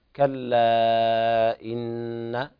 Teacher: هذا مد منفصل ورش يمده ست حركات